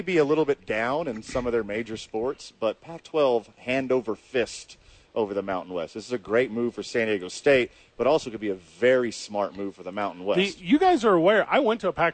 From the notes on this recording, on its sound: live from The Duke's Store in Nob Hill